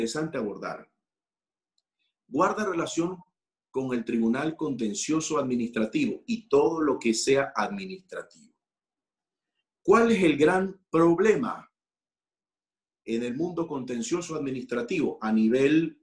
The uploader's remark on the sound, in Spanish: a través de la plataforma ZOOM